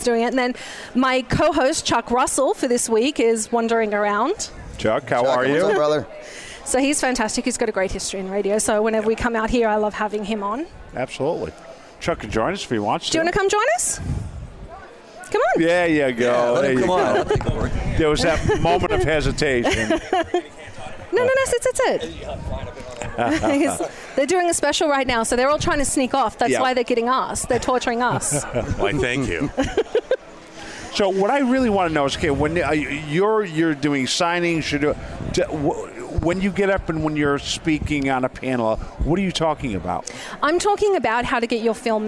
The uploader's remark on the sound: Broadcast LIVE from Phoenix Comicon 2017. Phoenix Comicon is a multigenre entertainment and comic book convention held annually in Phoenix, Arizona. In 2016, the convention set an attendance record of 106,096 with 2017's convention on track to exceed those attendance records.